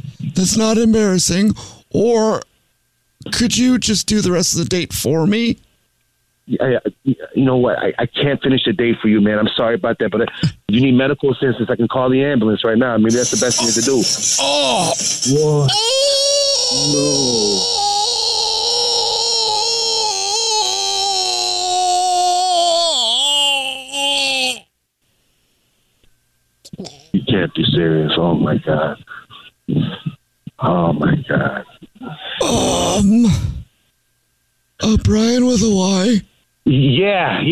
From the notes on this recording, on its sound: In this Phone Prank! A Jubal Phone Prank is when our listeners set-up a friend or family member to wake up with The Jubal Show, phone prank style.